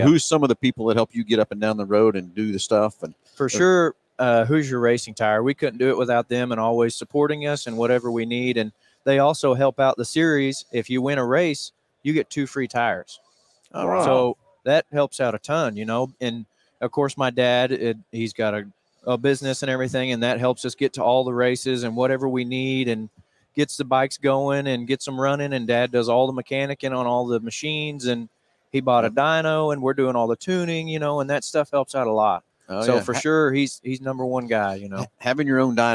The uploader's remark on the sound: Live from PRI Trade Show in Indianapolis, IN.